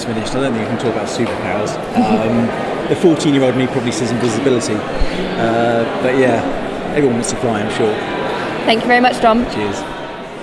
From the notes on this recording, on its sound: At IAB UK’s Engage. Recorded on-site at the Barbican.